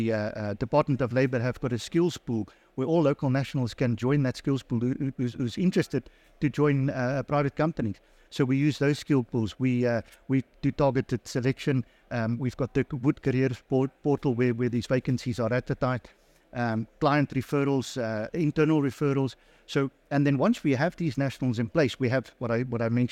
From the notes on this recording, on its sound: Recorded live at ADIPEC 2023